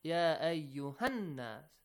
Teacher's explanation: Then if you join it to the next word, nas, ya ayyuhan nas. Quickly, without stretching the sound of ha, you join it to a nas.